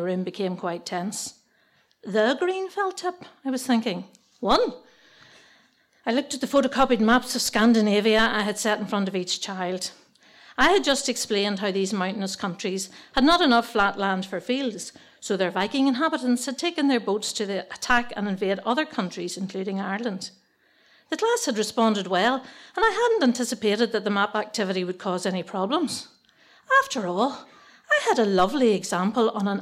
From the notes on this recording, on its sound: Three wonderful stories told at different tenx9 events. Tenx9 is a live storytelling event where nine people have up to ten minutes each to tell a true story from their own life on a particular theme.